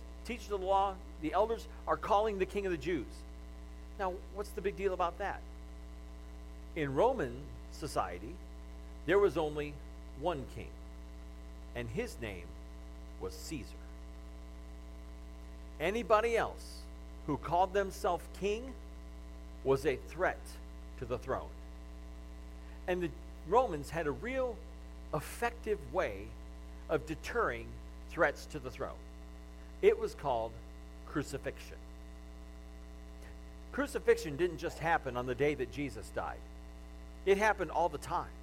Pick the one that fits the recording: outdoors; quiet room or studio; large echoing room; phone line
large echoing room